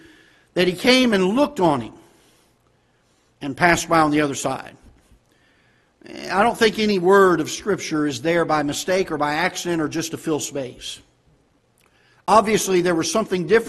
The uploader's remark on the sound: Ketha Heights Baptist Church ~ Live Broadcast